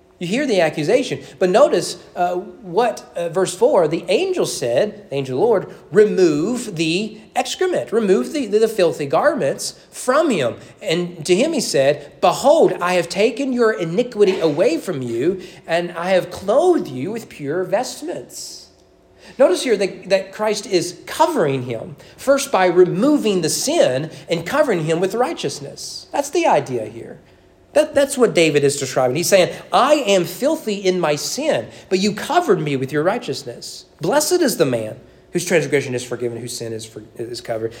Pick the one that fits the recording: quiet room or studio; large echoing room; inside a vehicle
large echoing room